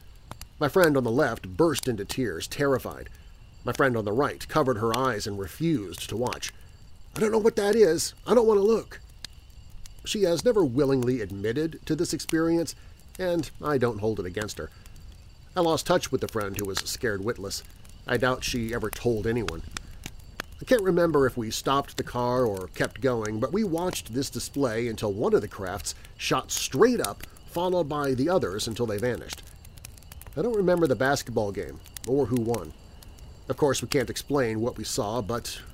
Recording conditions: outdoors